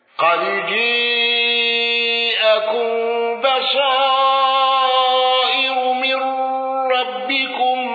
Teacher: ابن زكوان بالإمالة والغنة